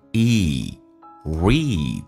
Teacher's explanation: Read 长元音，嘴角往后拉一点点。